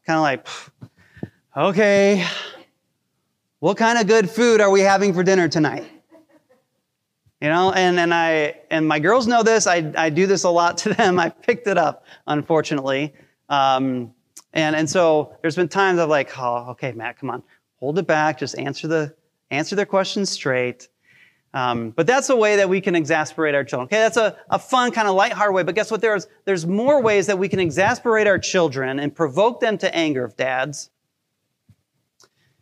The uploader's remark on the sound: Recorded LIVE during our Sunday Gathering